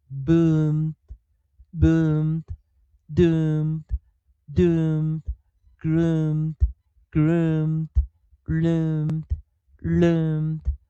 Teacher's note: m 做这个尾音的时候啊，它是一个嘴巴完全闭合的 nasal 鼻音